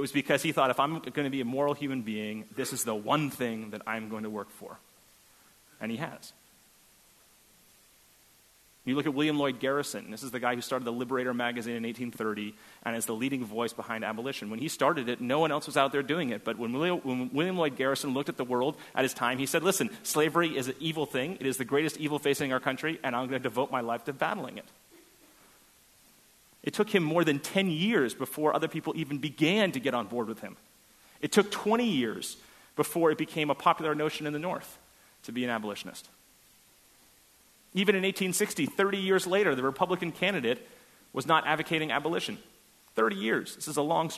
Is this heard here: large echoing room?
yes